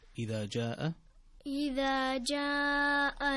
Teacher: هنا عندنا مد متصل ويسمى المد الواجب ومقداره 4 حركات، فتمده مدا طويلا